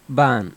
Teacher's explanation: The two words ba'an, which mean I am, become when spoken ban.